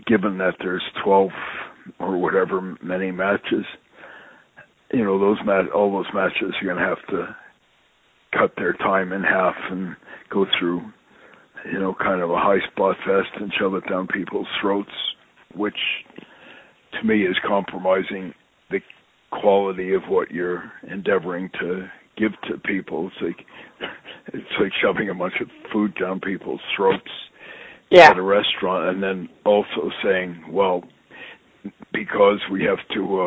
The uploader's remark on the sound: I sit down on the phone with my friend